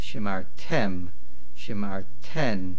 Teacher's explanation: the main accent is at the end